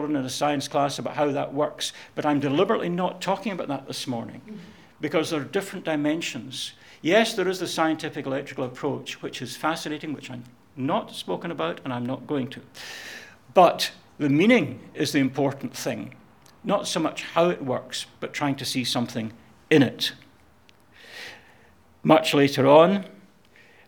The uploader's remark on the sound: Audio podcast of morning service